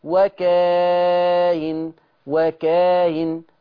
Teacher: أبو جعفر يقول وكائن فيسهل الهمزة مع المد والقصر